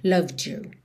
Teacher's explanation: Você também poderia dizer loved you, mantendo mais D mesmo. Mas por conta do formato desse Y, you, you, é bem comum esse D virar meio que um DJ